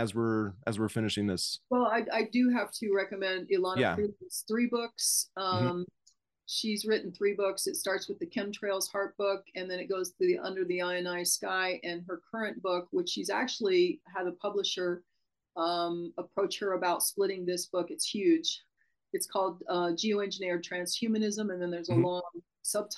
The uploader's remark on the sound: Zoom Chron Interview